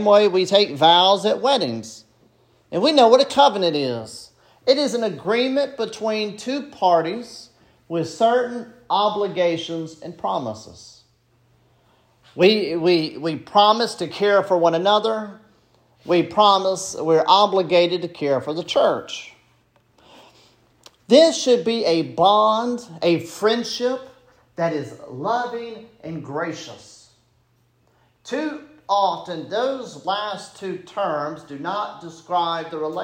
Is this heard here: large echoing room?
yes